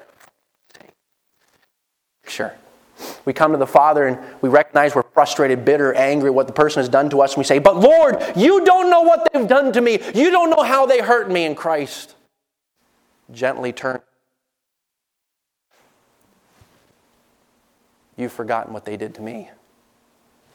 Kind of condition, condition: setting, large echoing room